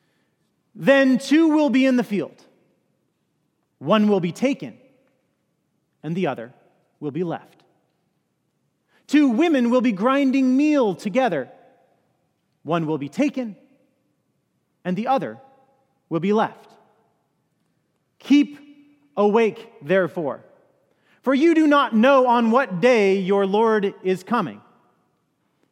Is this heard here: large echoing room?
yes